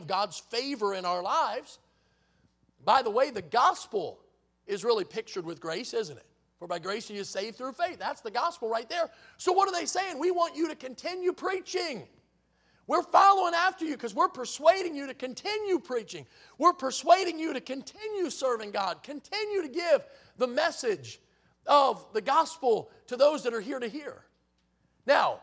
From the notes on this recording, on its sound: in the Sunday Evening Service on November 12, 2023, at Victory Baptist Church in Boonsboro, Maryland